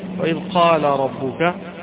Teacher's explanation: وإذ قال قراءة الجمهور، وإذ قال ربك ببيان اللام المفتوحة